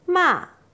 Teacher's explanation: 第四声、最高から最低まで一気に下げます